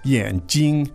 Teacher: it's 眼睛, as in the third and the first tone